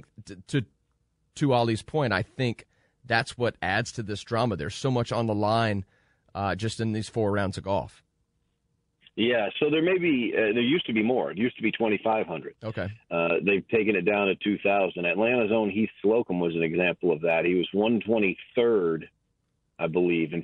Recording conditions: phone line